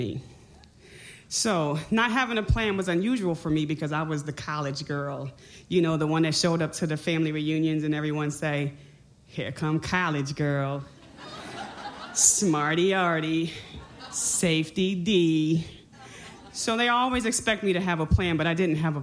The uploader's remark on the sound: told at the Madison Moth StorySlam at the High Noon Saloon